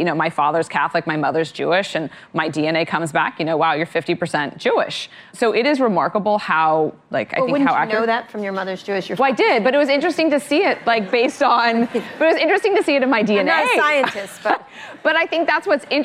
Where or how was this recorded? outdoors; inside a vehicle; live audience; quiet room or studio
live audience